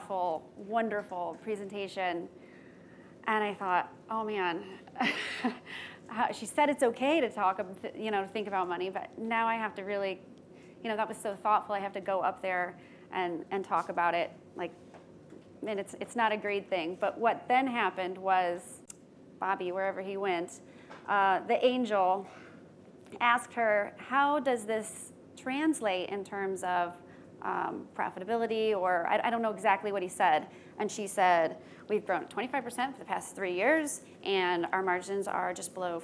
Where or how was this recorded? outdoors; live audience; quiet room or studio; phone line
live audience